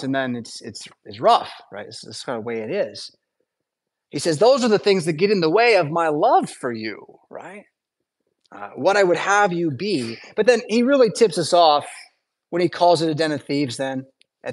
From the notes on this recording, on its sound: Preached at St Paul Lutheran Church , Rockford, Illinois on Sunday December 3rd, 2023.